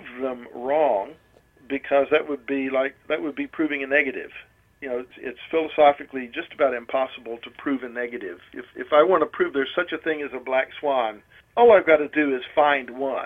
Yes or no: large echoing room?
no